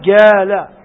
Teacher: الخطأ عند الأخ هذا لأن الجيم مباشرة أقرب إلى الأقصى، فينطق بالجيم في منطقة القاف الذي هو أقصى اللسان، مفهوم؟ فيقول جالا.